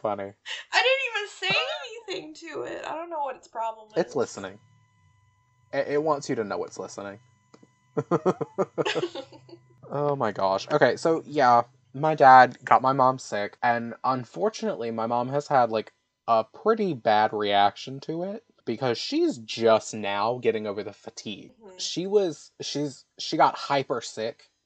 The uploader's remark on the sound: we are plagued by audio issues so forgive the fact this one sounds like garbage!